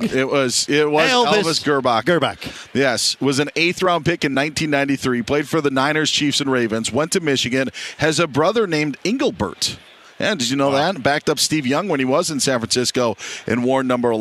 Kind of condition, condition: setting, busy venue